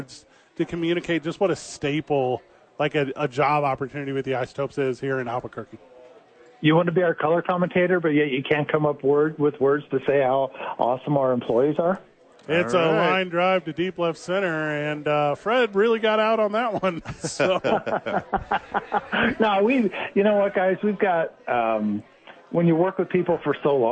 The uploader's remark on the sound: Live at Sadies!